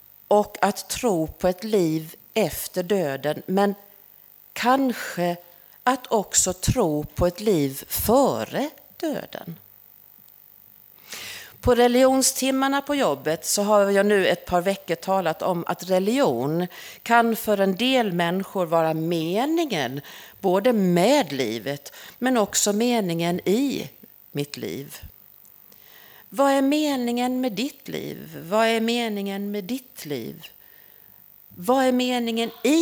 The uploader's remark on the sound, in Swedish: Inspelad under gudstjänst på Snäckan, Klintehamn.